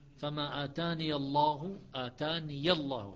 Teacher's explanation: يقف عليها بالياء ساكنة حفص ويصلها بياء مفتوحة